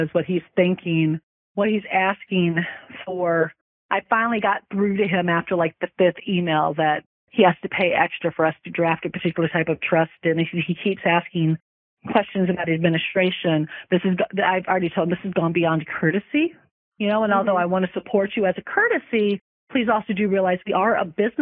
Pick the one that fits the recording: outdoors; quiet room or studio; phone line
phone line